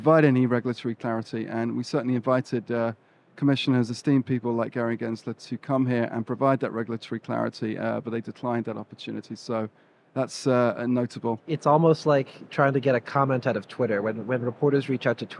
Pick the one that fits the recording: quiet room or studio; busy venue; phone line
busy venue